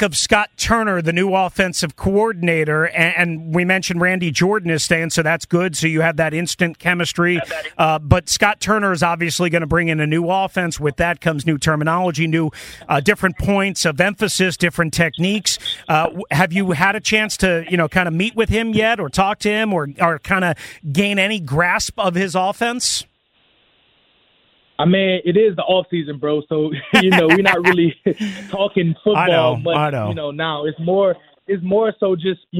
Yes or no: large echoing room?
no